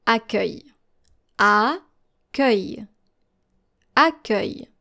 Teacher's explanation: So your final L is actually silent.